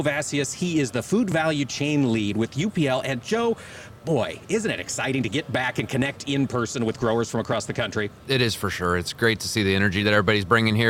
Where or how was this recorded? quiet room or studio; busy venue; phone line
busy venue